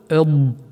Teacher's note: ومن أهم الأحرف التي يلزم التدرب على نطقها نطقا سليما حرف الضاد، فاللغة العربية تسمى لغة الضاد، فنقول اض، نخرجه من بين الطواحين تقريبا مع إطباق وامتداد واستطالة قليلة للصوت اض، يعني بتأن وتمكين بنطقه وبدون اهتزاز، ونملأ الفم بصوته لأنه من أحرف التفخيم، فنقول مثلا ولله ملك السماوات والأرض.